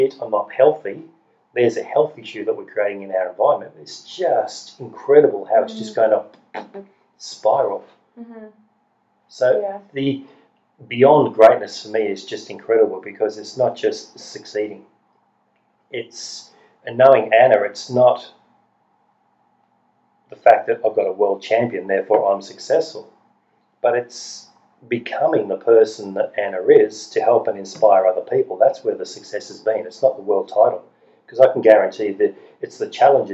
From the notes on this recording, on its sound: we lost the direct audio on this recording and had to pull it off the video chat, the quality is not 100%